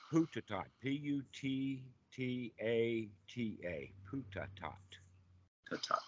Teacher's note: The B's and the P's are kind of mixed up. The T's and the D's are kind of mixed up. The S becomes a T. The last syllable gets dropped off, the A. · Term: Thai pronunciation